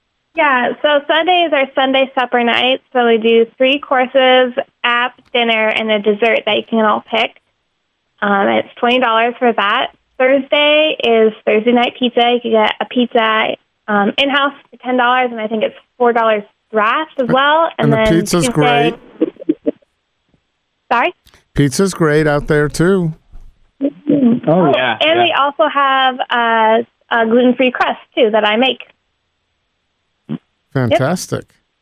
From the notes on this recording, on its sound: They joined us by phone